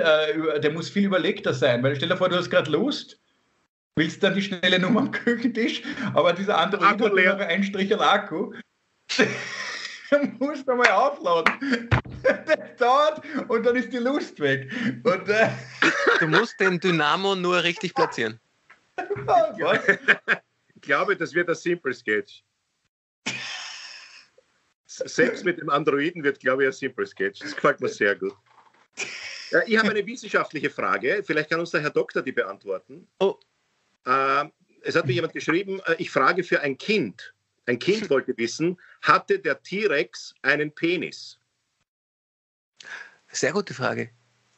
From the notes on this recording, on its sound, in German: Aufzeichnung einer ZOOM Session